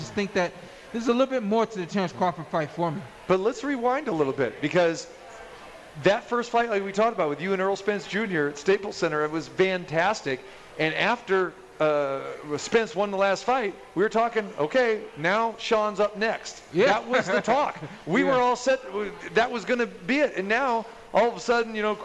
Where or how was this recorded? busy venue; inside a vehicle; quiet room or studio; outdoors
busy venue